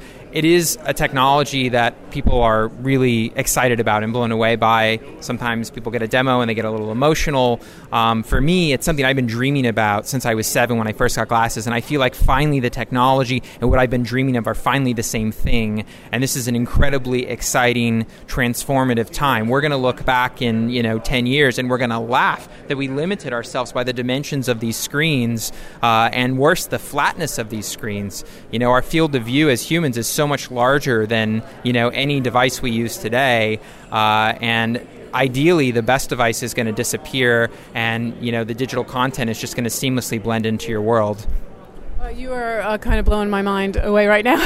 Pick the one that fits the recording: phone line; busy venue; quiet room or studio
busy venue